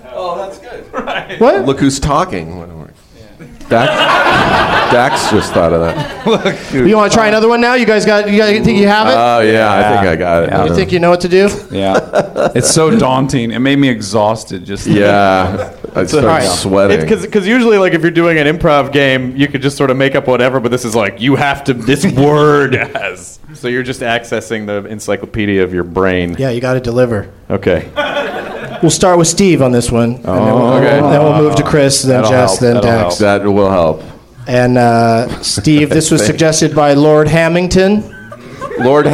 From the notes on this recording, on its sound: Live from the Nerdmelt Theater at Meltdown Comics in L.